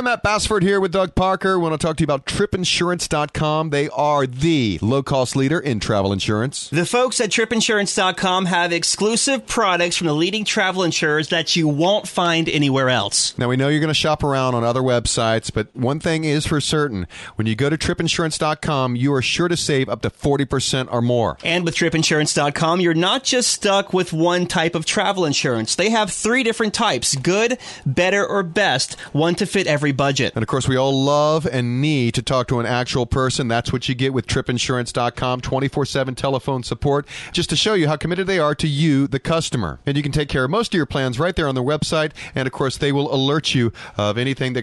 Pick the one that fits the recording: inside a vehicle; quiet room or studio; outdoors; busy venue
busy venue